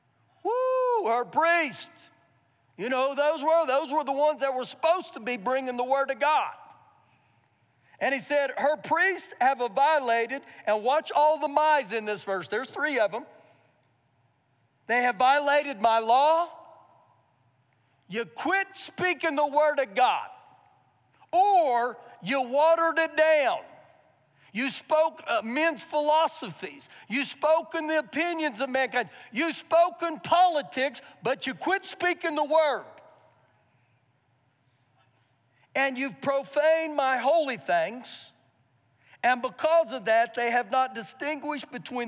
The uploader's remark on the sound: Recorded live during our Sunday morning service